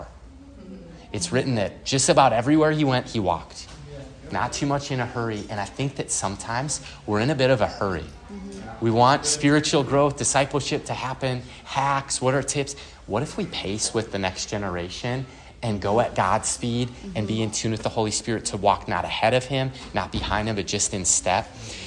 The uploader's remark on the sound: LIVE FROM CMN. At the 2023 CMN Conference in Houston, Texas.